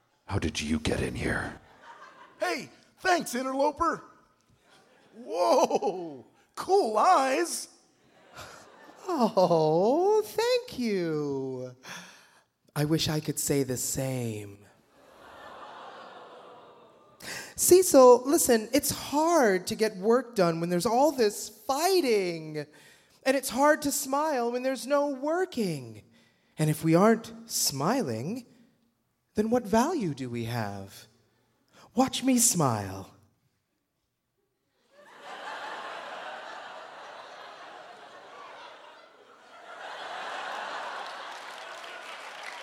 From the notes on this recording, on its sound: This episode was recorded live at The Town Hall in NYC on June 4, 2014.